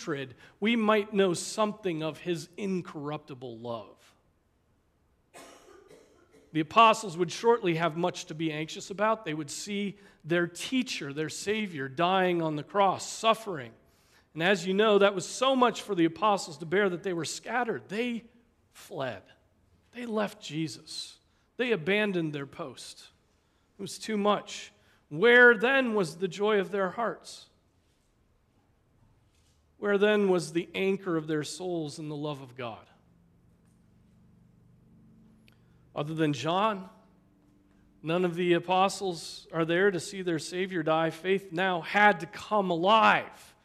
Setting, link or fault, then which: setting, large echoing room